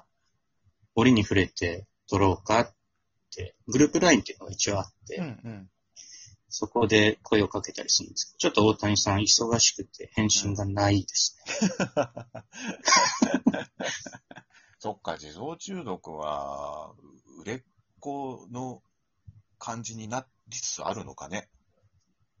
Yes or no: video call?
yes